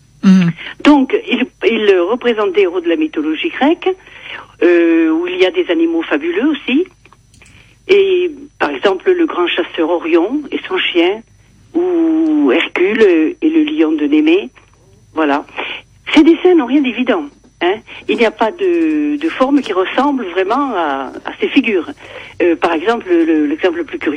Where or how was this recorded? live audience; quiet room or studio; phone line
phone line